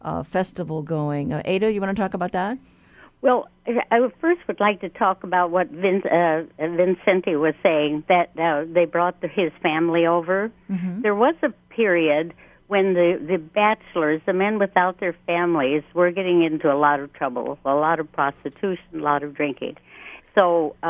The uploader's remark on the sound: The Conversation hosted a call-in show